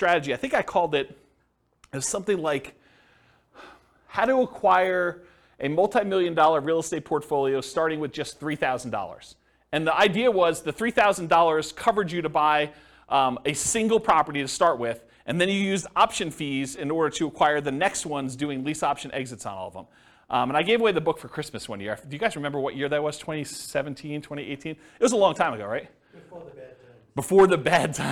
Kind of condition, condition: setting, live audience